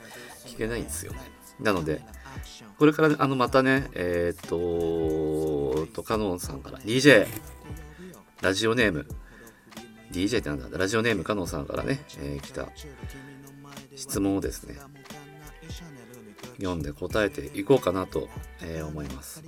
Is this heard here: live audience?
no